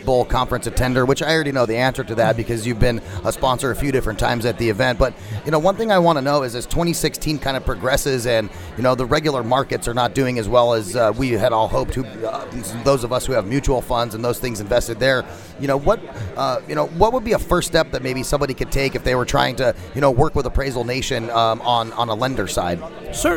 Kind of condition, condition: setting, busy venue